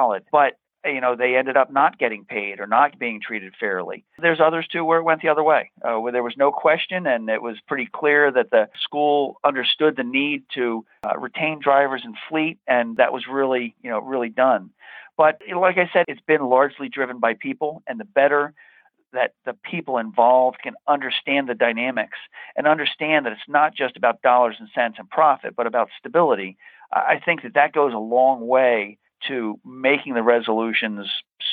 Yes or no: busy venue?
no